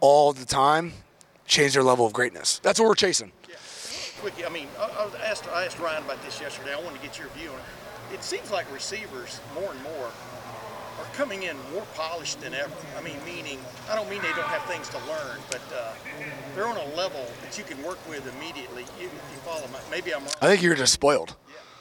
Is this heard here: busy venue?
yes